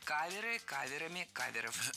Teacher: Не кавера и каверами, а каверы и каверами. Ударение в слове «кавер» всегда остается на первом слоге.